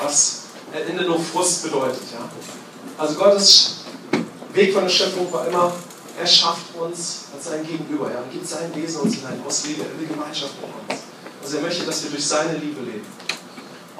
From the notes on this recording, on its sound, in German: Bei der Aufnahmen hatten wir leider Probleme mit unserem Mischpult und unsere Sicherheitsaufnahme hat zusätzlich ausgesetzt, so haben wir eine Handyaufnahme verwendet.